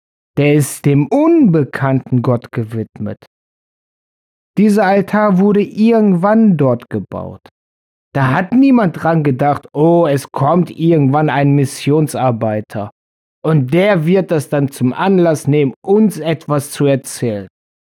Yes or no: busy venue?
no